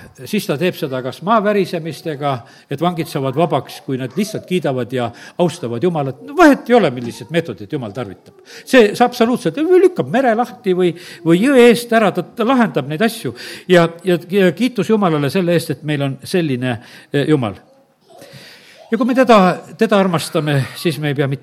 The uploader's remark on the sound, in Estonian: Audio salvestus koosolekult